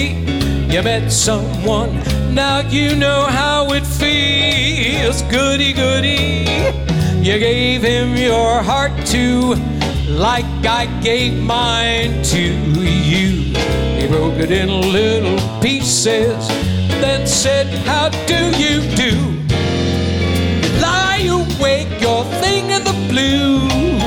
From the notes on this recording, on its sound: Live at the SouthPoint Casino